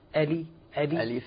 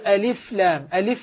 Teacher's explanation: ألف هذه لا مد فيها لأن فيها الهمزة واللام المكسورة والفاء، لكن أنبه الإخوة والأخوات على مسألتين فيها. أولا تحقيق الحروف اللي فيها، تحقيق الهمزة وكسر اللام · Shown in: first take · ألي ألي ألف.